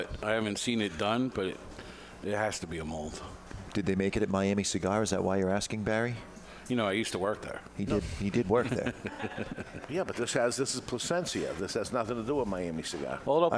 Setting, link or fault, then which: setting, live audience